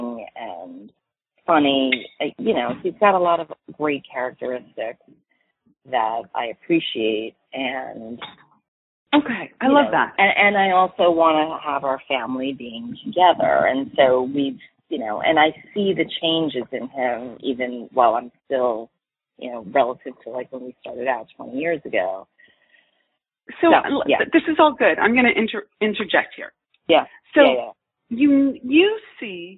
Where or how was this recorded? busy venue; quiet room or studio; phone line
phone line